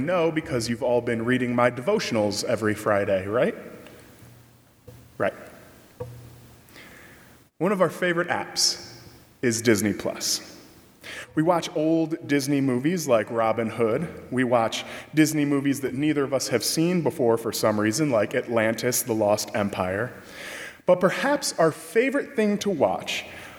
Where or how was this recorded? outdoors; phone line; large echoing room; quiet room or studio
large echoing room